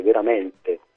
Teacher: a Napoli si dice veramente, conservando il timbro, l'apertura etimologica della vocale